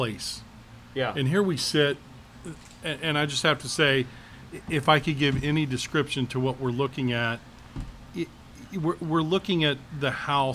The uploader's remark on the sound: Our hosts had the honor of being able to record live at the Ernest Hemingway home and museum in Key West, Florida.